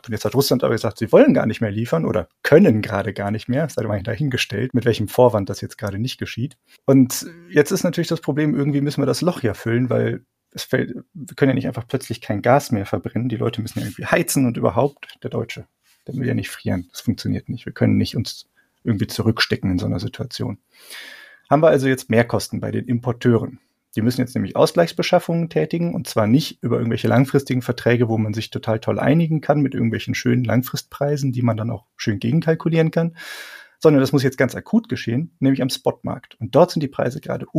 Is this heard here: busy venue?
no